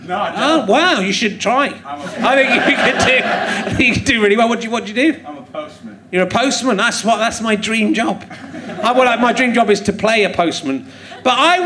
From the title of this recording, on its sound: Leicester Square Theatre Podcast